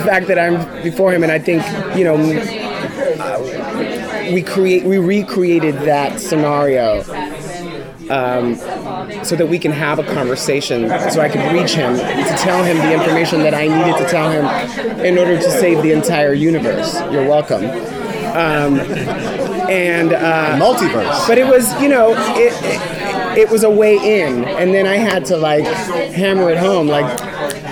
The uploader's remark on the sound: Taped at Madison Square Garden during New York Comic Con.